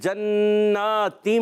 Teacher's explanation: جنات یہاں پر جو ہے نون مشدد ایک الف کا غنہ بھی ہوگا کھڑی حرکت بھی ہے ایک الف کھینچنا بھی ہے پھر جناتم